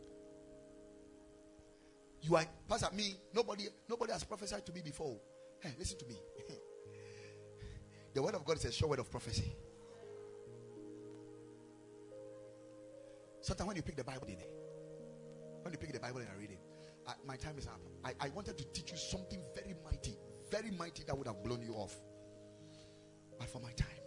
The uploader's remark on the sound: Preached at Ekklesia Chapel